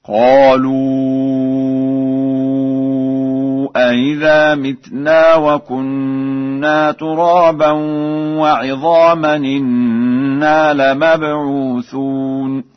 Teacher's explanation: قرأ ورش بهمزتين على الاستفهام في الموضع الأول، وبهمزة واحدة على الإخبار في الموضع الثاني، وله تسهيل الهمزة الثانية بين في الموضع الأول هكذا.